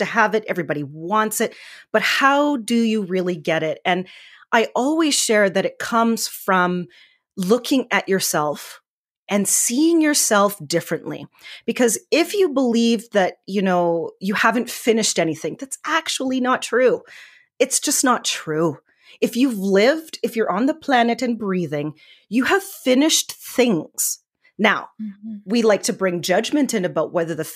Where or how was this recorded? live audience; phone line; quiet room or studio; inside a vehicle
quiet room or studio